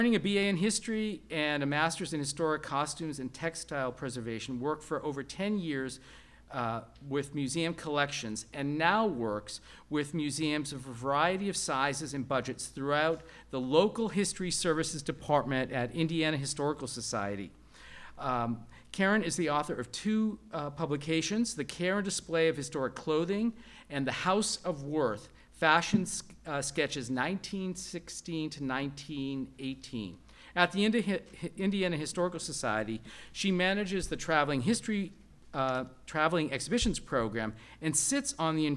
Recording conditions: large echoing room